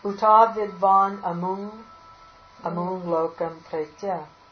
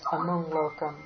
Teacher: That makara from the anuswara from the amung will be nasalized amung lokam.